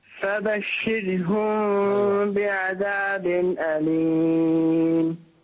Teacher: رقق الراء أكثر. راء ساكنة قبلها مكسور.